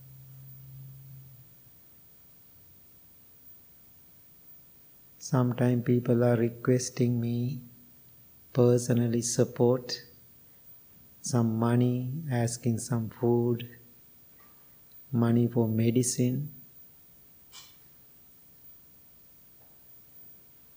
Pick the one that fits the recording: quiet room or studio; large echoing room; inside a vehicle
large echoing room